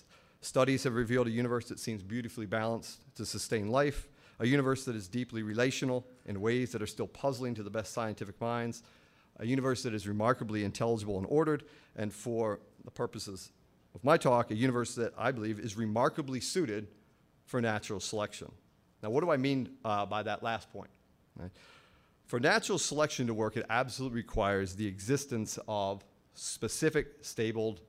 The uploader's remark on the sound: At Franciscan University. During the Science and Faith Conference in December of 2011.